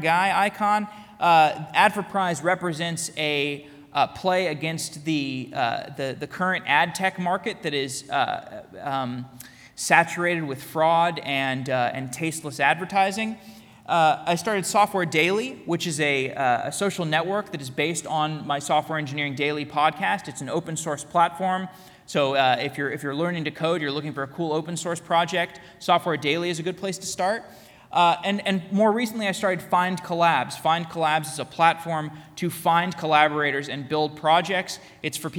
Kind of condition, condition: setting, live audience